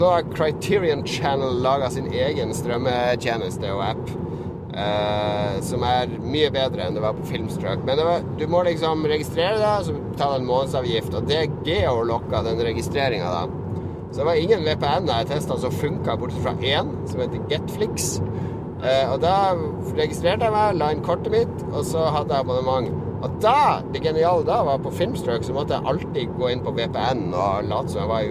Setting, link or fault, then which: setting, inside a vehicle